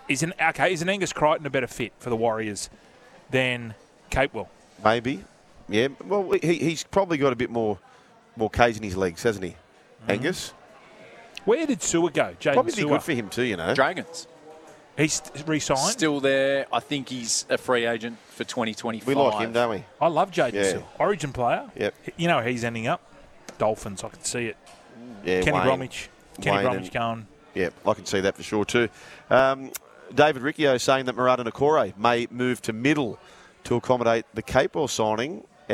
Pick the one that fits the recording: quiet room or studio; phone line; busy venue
busy venue